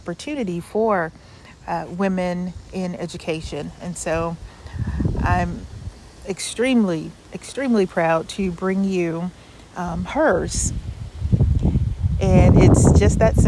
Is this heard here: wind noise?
yes